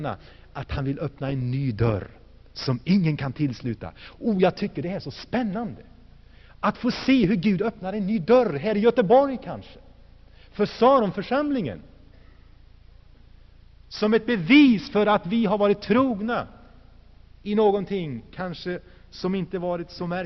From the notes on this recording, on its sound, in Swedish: Inspelad i Saronkyrkan, Göteborg 1984-12-16.